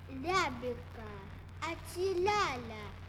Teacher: Вместо гласных «я», «е», «ё», «ю», которые состоят из звука «и» и соответствующих звуков «а», «э», «о», «у», мы слышим «ля», «ле», «лё», «лю».